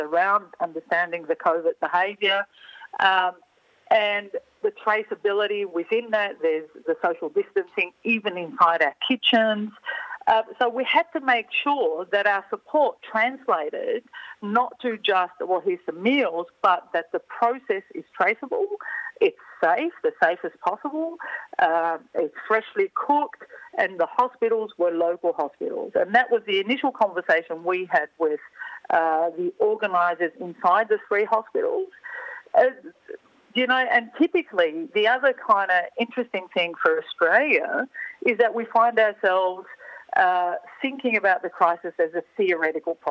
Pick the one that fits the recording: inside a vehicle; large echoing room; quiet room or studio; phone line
phone line